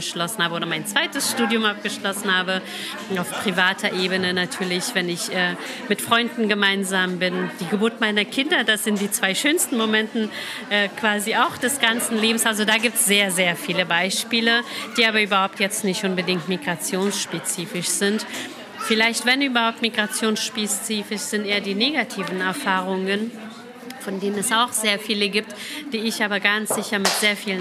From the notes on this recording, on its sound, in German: Podiumsdiskussion in der Freiwilligenagentur in Marzahn-Hellersdorf. Wir waren dabei und haben die Diskussion aufgezeichnet.